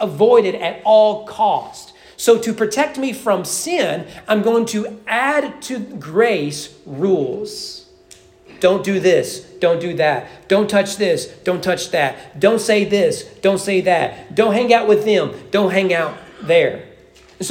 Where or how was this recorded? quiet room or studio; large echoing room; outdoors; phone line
large echoing room